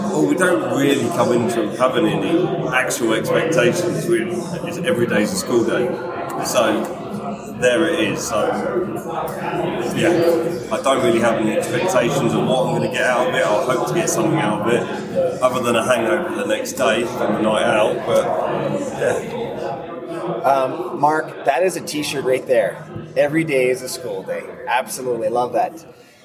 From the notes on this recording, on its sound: recorded at the Passive House Network Conference